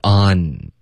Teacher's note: 结尾舌尖一定要顶上颚 · Term: 顶舌尖